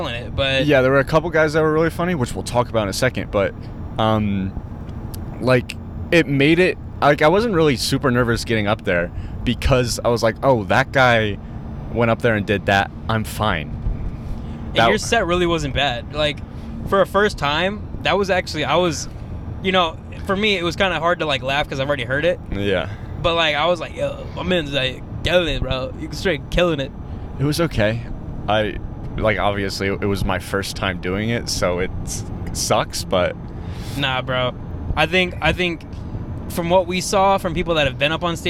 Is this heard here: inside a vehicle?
yes